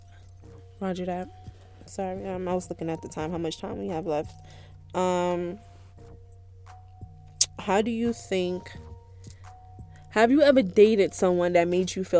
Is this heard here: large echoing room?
no